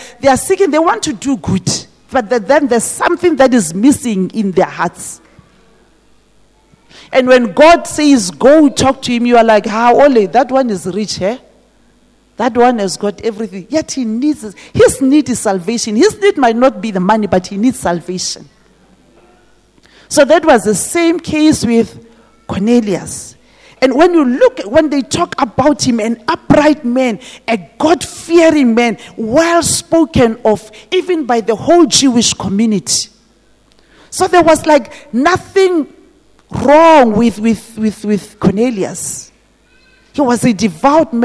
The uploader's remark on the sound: This message was preached at GTCFC City Campus.